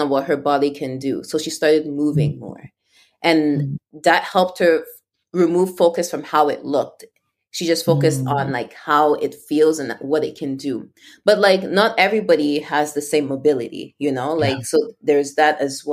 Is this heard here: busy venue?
no